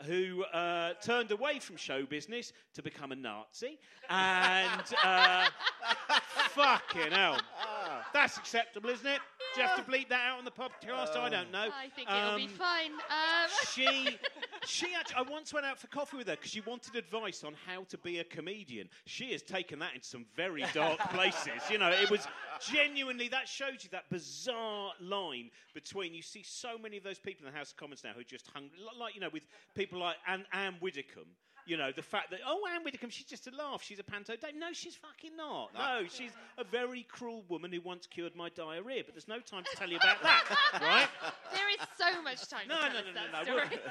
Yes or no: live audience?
yes